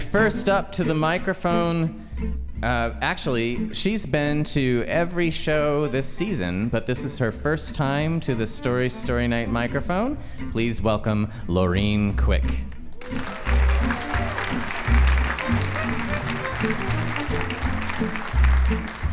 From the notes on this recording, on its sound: told live on stage and without notes